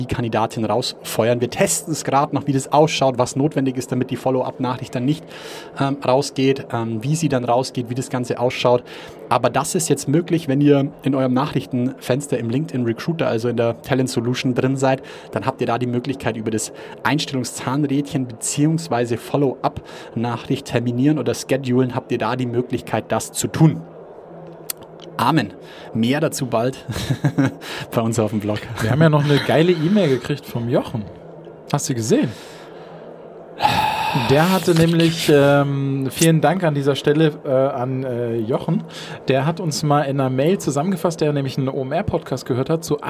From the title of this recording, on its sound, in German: Live von der ZPE